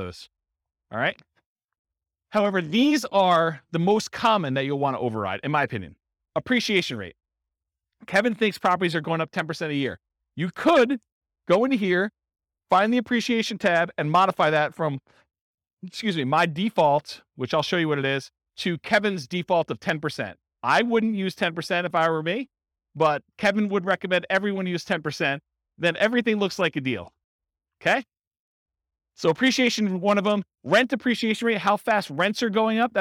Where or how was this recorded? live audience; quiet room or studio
live audience